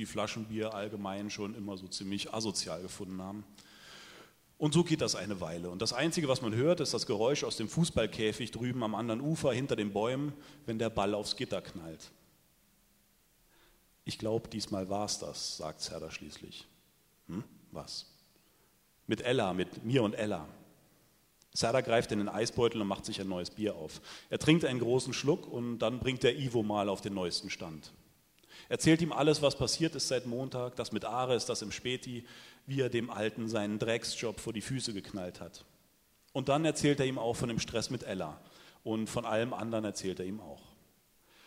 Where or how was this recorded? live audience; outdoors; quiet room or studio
live audience